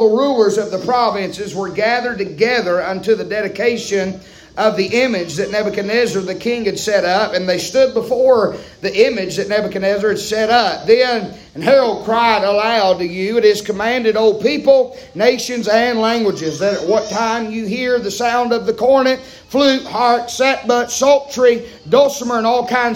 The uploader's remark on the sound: Preaching live from Still Water Baptist Church.